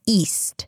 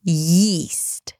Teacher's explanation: Yeast versus east, right? And then there is a glottal stop at the beginning, usually · Shown in: first take · E, east. And here, yeast.